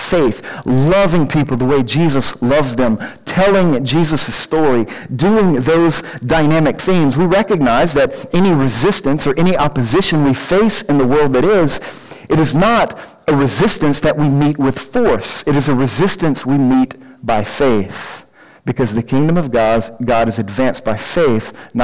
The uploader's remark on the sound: Due to technical difficulties there is a fair amount of distortion.